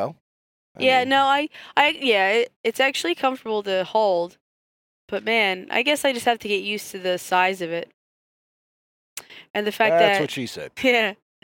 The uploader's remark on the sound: After range time chat in the car.